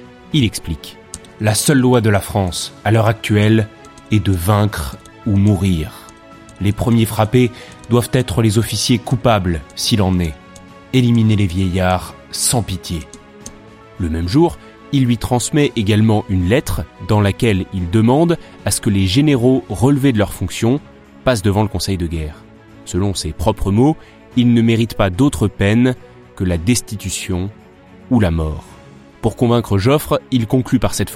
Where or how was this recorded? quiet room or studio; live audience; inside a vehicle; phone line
quiet room or studio